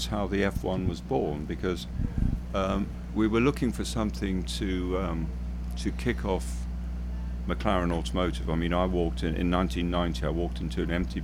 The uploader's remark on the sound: live from Laguna Seca